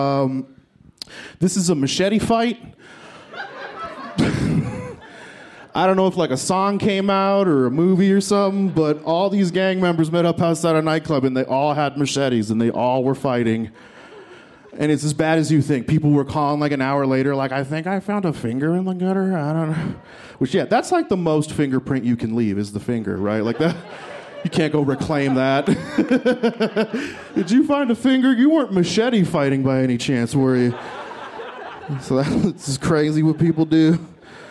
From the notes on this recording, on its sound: This story was recorded live at Buntport Theater